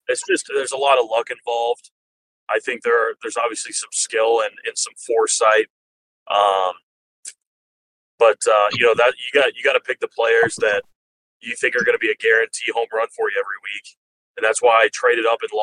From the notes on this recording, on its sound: In the wild Texas Heat. What better to do while driving than do a Pod?